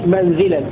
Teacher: وروى شعبة فتح الميم وكسر الزاي